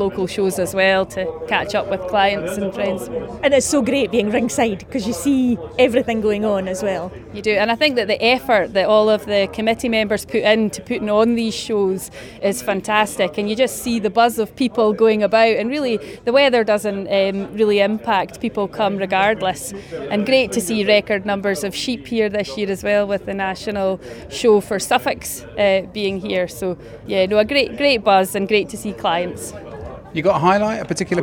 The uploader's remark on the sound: Ringside at Fife Show